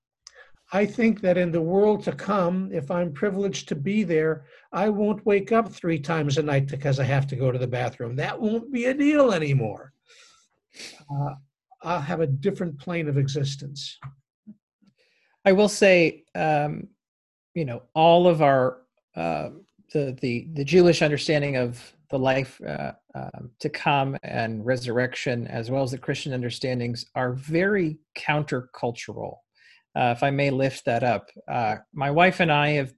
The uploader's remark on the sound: Interfaith Zoom Class. Our interfaith gatherings involving Temple Israel, Christ Presbyterian Church and Holy Trinity Lutheran Church.